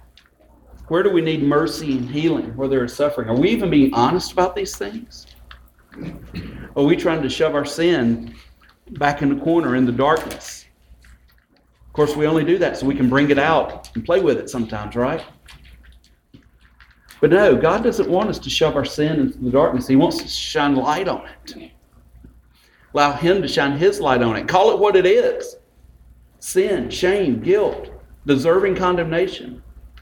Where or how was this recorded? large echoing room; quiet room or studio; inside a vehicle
large echoing room